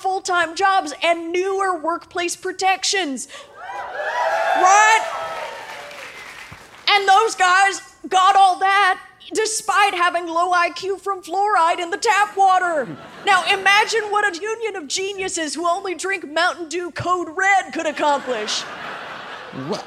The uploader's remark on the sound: Live from Philadelphia!